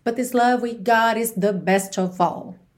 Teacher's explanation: but com this, você liga num som só